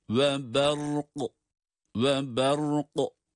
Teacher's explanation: gaf da kalkale harflerinden dolayısıyla duruş halinde de kuvvetli bir ses çıkarıyoruz cezimli olarak